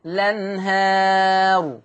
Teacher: الآية 13 الأنهار، هننقل فتحة الهمزة إلى اللام فتقرأ الأنهار، الأنهار، وكما هو معلوم حال البدء بها إما إثبات همزة الوصل الأنهار أو حذف همزة الوصل والبدء باللام مباشرة